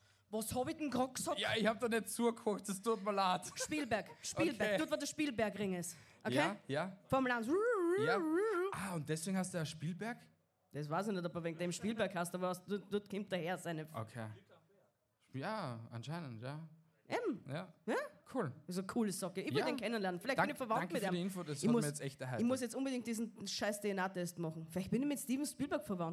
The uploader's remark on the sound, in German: LIVE vom Podfluencer Festival: Die Österreicher bei den Deutschen! Direkt vom Podfluencer Festival mit einer speziellen LIVE-Episode.